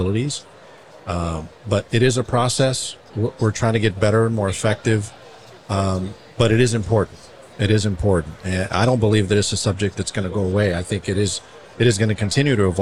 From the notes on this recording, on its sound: In this bonus episode, we share a conversation from our live podcasting event at the 2023 AIA Conference on Architecture in San Francisco, California.